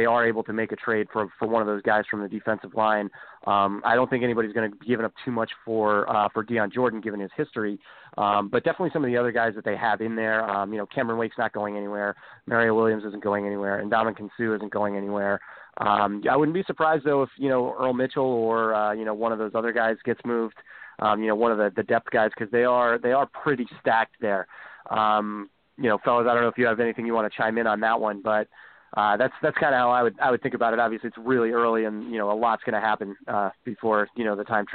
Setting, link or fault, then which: link, phone line